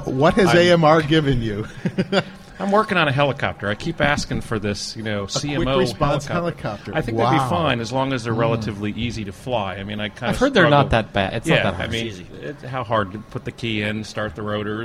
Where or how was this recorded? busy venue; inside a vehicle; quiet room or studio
busy venue